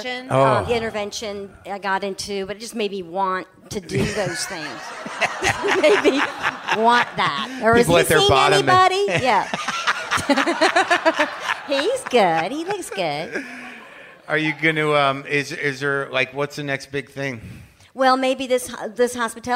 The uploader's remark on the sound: Recorded at The Bell House in Brooklyn.